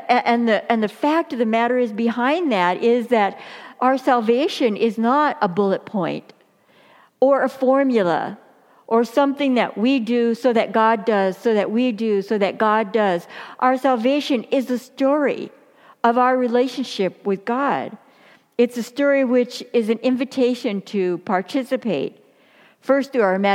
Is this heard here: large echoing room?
yes